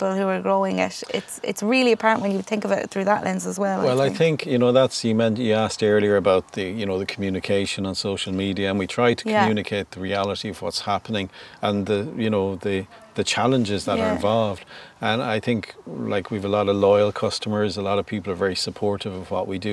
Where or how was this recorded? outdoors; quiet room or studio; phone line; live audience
outdoors